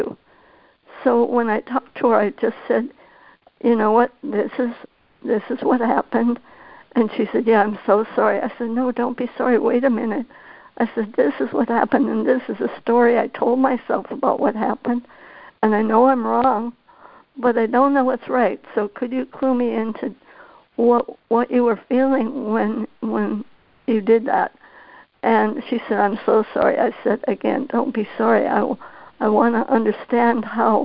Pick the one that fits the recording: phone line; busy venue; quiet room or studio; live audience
phone line